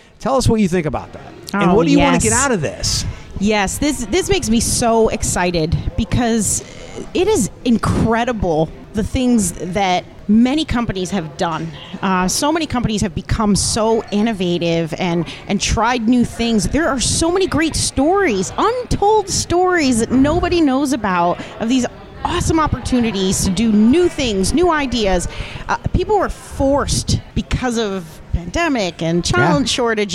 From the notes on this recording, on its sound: live-from-a-bar